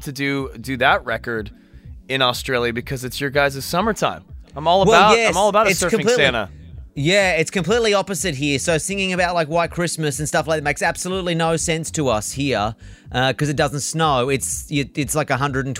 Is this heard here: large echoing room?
no